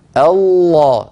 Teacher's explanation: الصوت كله من الفم، ما في شيء من الأنف · Term: صوت فموي